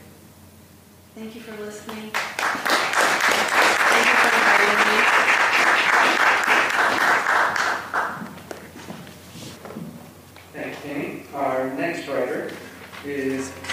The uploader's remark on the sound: Patagonia San Francisco's Poet Laureate Celebration featured six poets laureate from across the Bay Area. In this two part special feature we present a replay of the live performances.